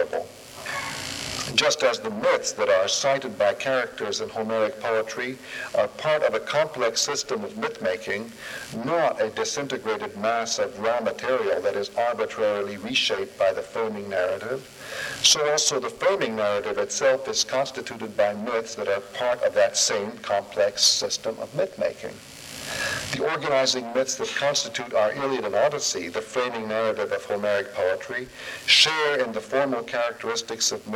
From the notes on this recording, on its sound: Recording of a lecture delivered on October 25, 1991. As part of the Formal Lecture Series.